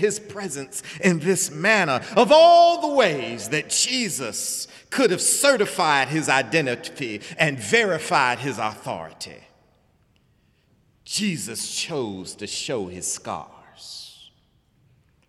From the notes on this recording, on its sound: Sunday sermon April 15, 2018 in the Memorial Church of Harvard University.